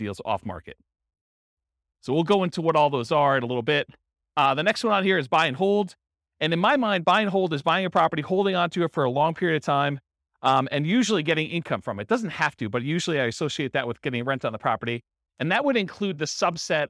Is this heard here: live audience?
yes